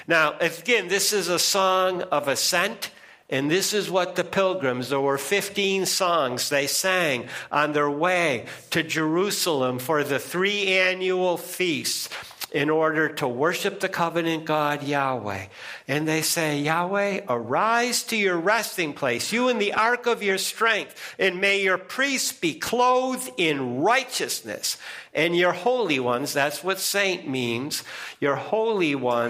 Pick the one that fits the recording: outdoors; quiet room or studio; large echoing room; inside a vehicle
large echoing room